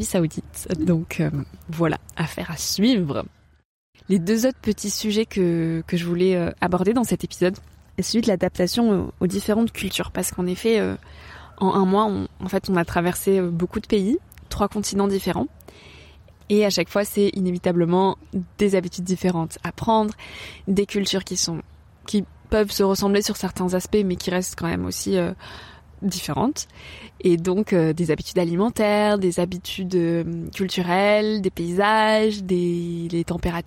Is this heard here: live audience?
no